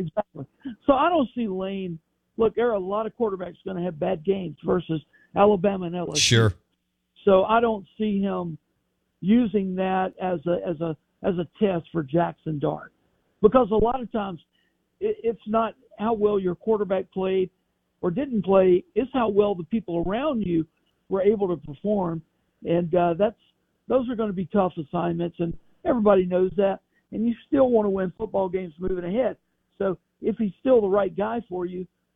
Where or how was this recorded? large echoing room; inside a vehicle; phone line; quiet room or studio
phone line